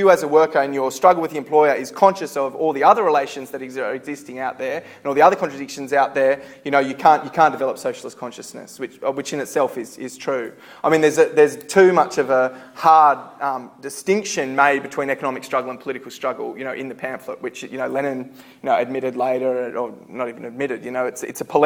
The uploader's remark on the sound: Recorded at a Solidarity meeting in Sydney, September 2012.